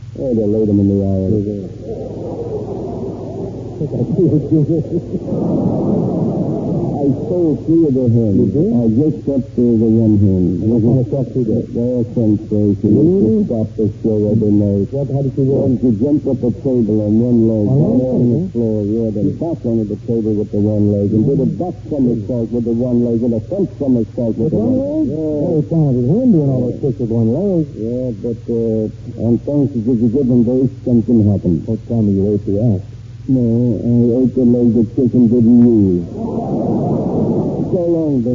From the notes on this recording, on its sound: Audio is mushy.